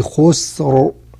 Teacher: راء مفخمة بسبب الوقف عليها راء ساكنة قبلها ساكن قبل الساكن مضموم · Term: تفخيم الراء